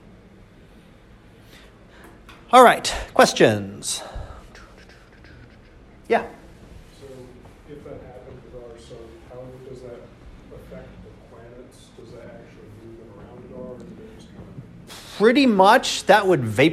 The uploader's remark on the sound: Live Class Lecture